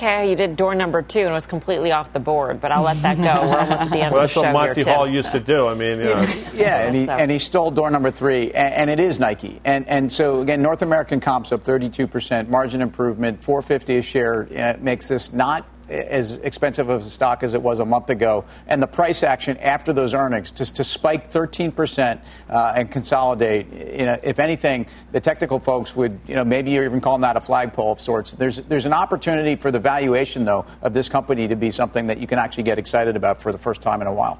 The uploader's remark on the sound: we’re live from the Aspen Ideas Festival